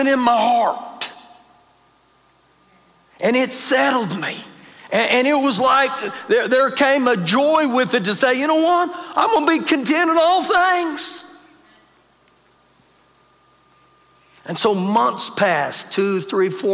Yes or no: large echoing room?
yes